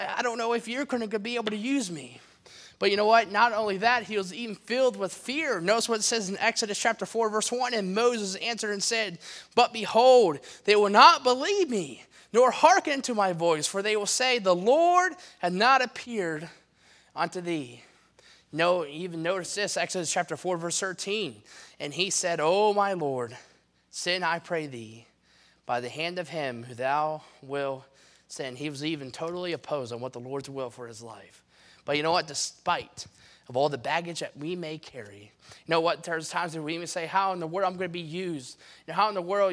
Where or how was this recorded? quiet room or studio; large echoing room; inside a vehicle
large echoing room